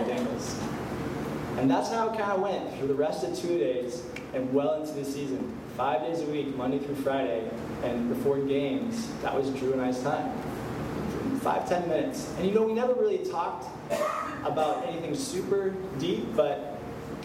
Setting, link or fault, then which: setting, live audience